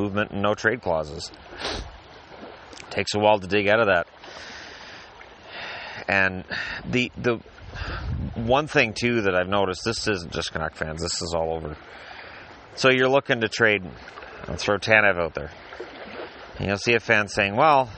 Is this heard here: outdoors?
yes